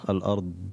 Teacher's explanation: يجب إظهار مخرج الضاد وأن تكون مجهورة وبها استطالة